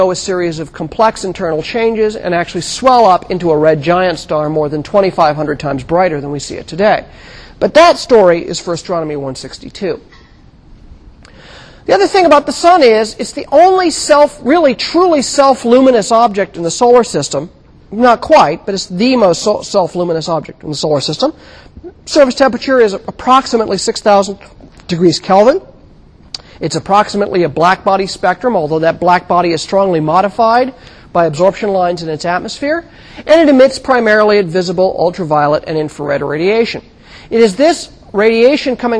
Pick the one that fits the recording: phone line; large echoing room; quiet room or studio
large echoing room